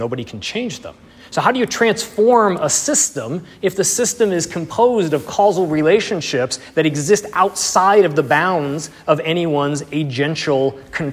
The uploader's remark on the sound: Audio and slides from the third lecture in the series, delivered 19 February 2020 in Bamberg, Germany.